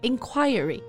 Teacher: But I personally prefer inquiry, stressing the second syllable.